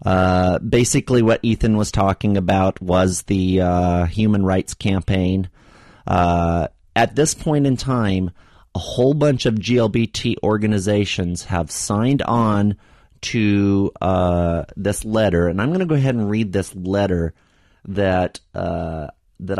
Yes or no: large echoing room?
no